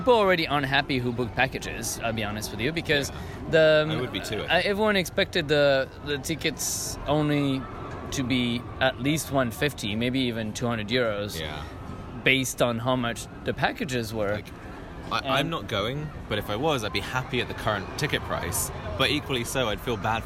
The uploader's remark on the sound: Live in Disneyland Park.